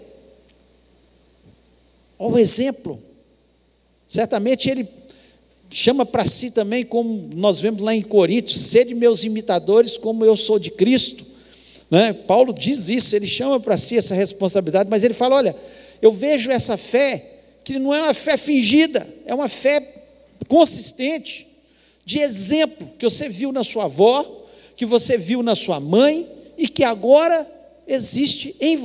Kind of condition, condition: setting, large echoing room